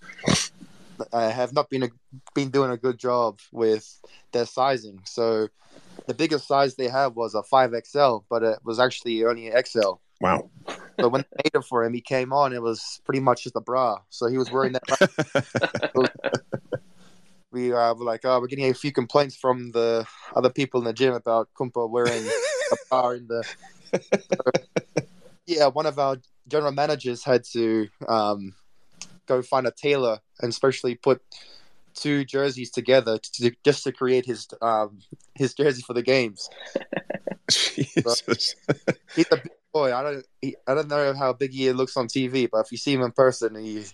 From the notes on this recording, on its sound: On this replay of Twitter Spaces' US Rugby Happy Hour LIVE